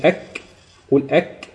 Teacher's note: بتلاقي لسانك اقصى لسان مع سقف الحلق بيقفل كده على سقف الحلق · Term: مخرج الكاف